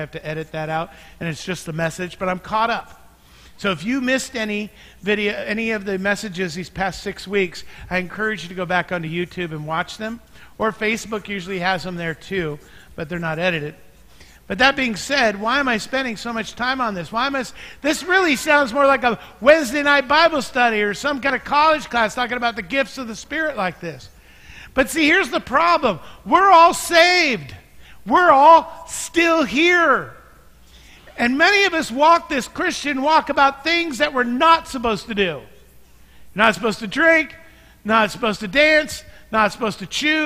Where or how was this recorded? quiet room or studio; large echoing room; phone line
large echoing room